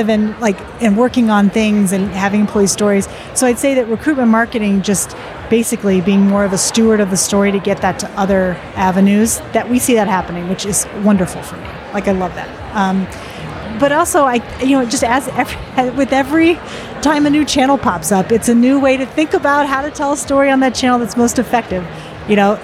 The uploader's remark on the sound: at the recent UNLEASH America conference